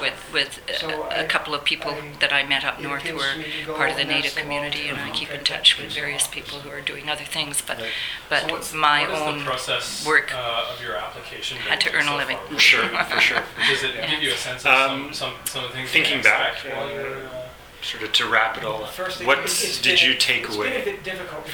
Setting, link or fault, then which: setting, busy venue